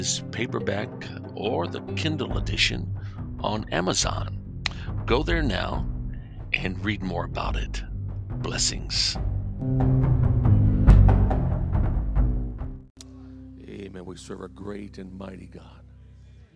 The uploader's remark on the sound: The following is a message I preached at the home church in Harvey, Illinois.